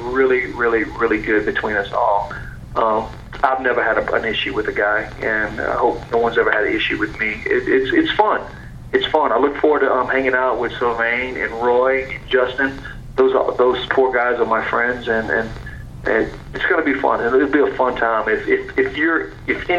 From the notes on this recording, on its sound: via phone